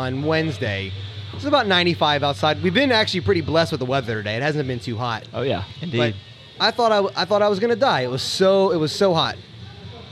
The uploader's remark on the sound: Live From Row24 At CrossFit Sua Sponte